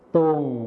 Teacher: คำว่าตรงในภาษาถิ่นอีสานจะไม่มีรอเรือนั่นเองค่ะ